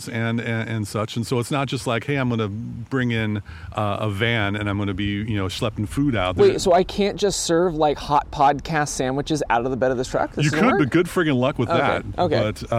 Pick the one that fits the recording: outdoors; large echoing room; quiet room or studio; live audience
outdoors